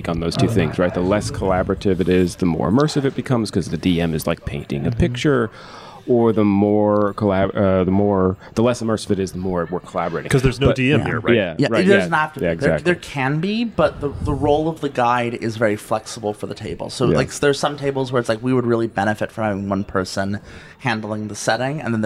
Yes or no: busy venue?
yes